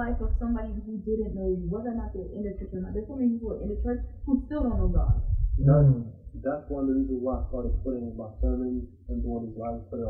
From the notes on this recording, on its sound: Turn up your sound to the highest, we apologize for the low volume